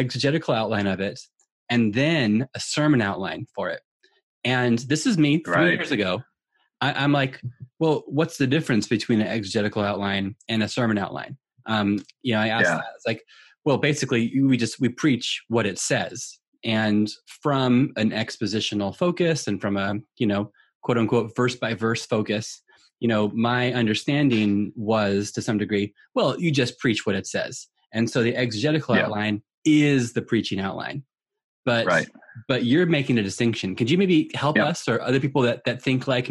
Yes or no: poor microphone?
no